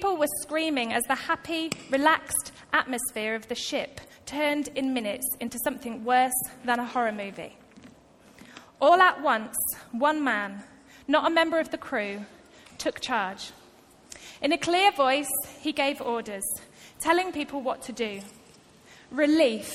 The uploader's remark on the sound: Recorded live at Life Church on Sunday 1st July 2018.